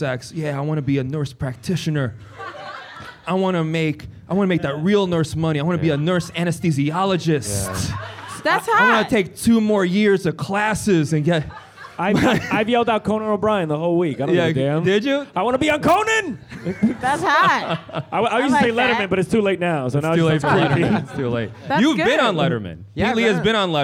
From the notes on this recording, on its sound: Recorded live at the Museum of Sex Play Lounge!